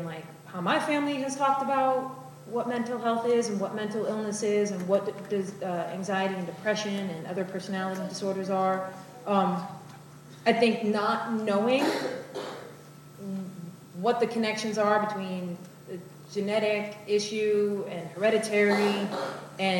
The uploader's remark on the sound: spoke to more than 500 people at the Ramsey High School auditorium